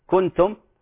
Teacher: يقرأ الضمة التي بعدها سكون حركة بين الضمة والفتحة · Term: لحن خفي